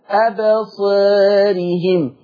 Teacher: برضو حكم الالف التقليل قولا واحدا